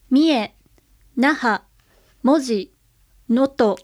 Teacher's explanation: これは全部頭高ですね、二拍ものはほとんど頭高です